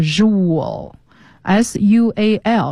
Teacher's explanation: sual 这一部分它比那个 z、比那个 sh 要重、是更加的浊化，浊辅音